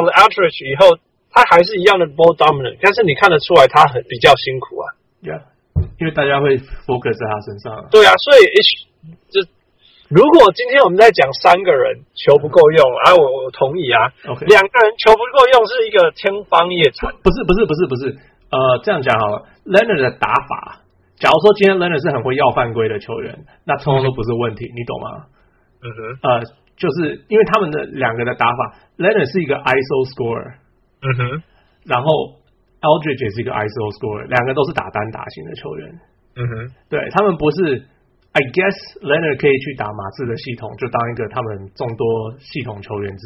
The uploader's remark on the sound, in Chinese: 車上錄音音效不好請見諒